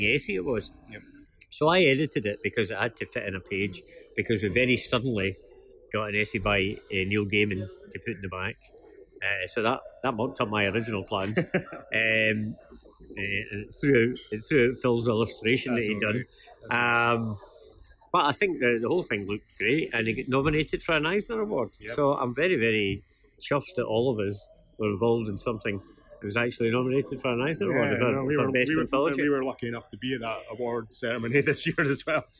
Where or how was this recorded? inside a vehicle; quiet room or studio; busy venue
busy venue